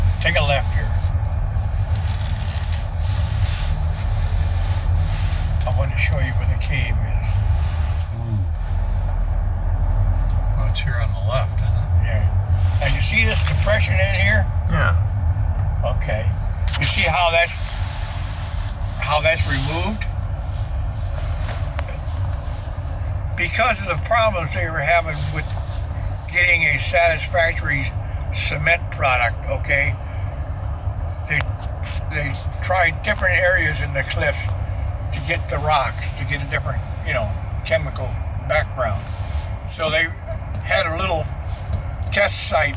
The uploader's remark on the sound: Catawba Island Driving Tour Part III. This time driving through the Cliffs.